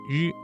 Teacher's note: 发音的时候舌尖要微微卷起靠近硬腭前部